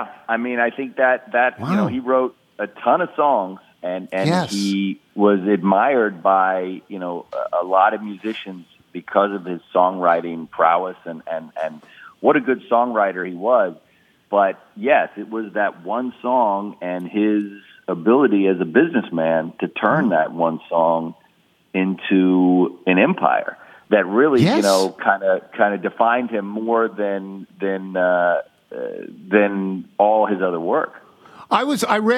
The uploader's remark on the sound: Calls. Phones.